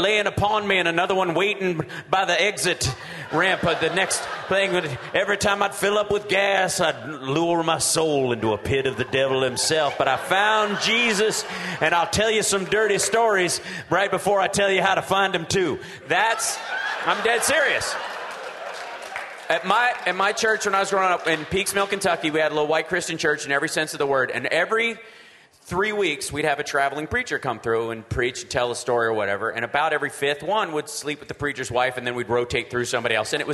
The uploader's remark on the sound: Live from the Seattle Sexy Liberal show.